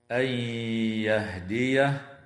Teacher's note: تدغم في الياء أيضا مع الغنة · Term: الإدغام مع الغنة